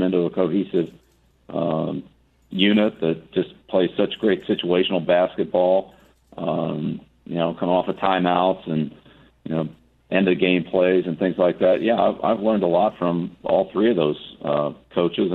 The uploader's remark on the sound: Via phone for the Coaches’ Round Table at Fenway Park.